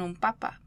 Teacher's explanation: Lo mismo ocurre en un papa, pero P es un sonido bilabial que ocurre con los dos labios. Entonces la N suena como un M, un sonido producido con los dos labios.